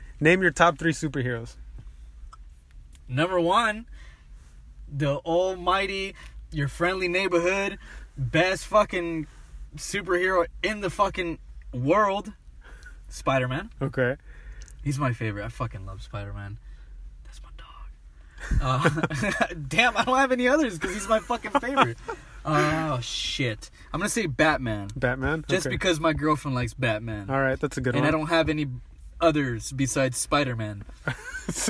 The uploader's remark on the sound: This episode was recorded in a car instead of a studio, but it adds some sort of character to it.